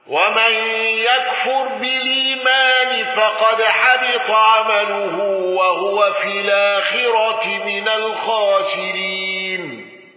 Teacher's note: بالنقل وترقيق الراء وقصر البدل وثلاثة العارض